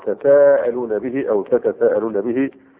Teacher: التاء أدغمت في السين لتقارب التاء والسين في الهمس